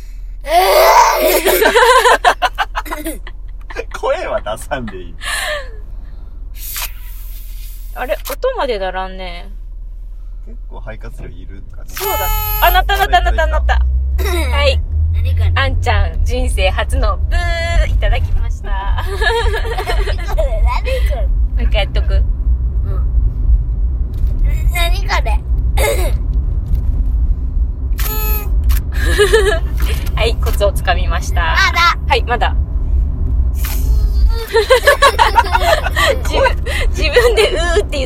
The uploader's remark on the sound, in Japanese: 今回は春休みに初めてのキッザニアへ行く／行った道中での車内収録です。最後は放送事故なので音量にお気をつけください…笑。